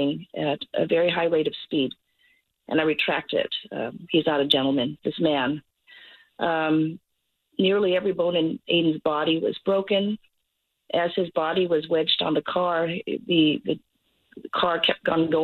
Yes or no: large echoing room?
no